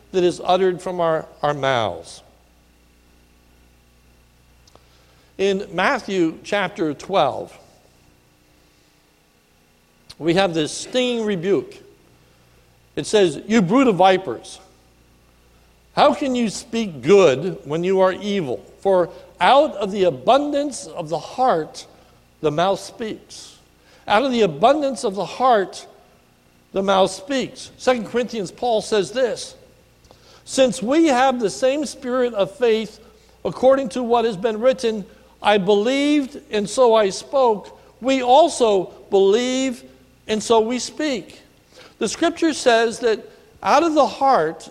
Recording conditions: large echoing room